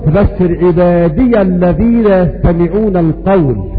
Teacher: ورد ان السوسي عن ابي عمرو يثبت الياء وصلا مفتوحة فيقرأ فبشر عبادي الذين يستمعون القول.